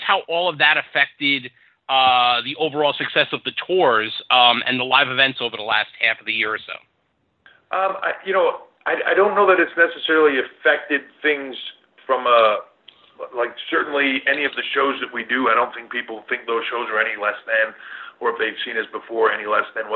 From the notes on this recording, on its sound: pre Takeover Conference call